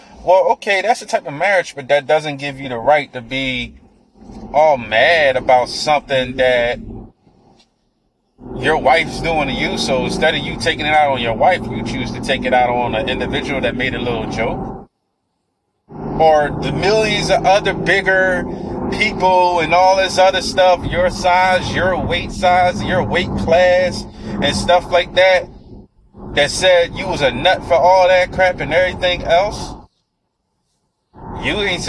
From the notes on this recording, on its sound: I was driving while recording.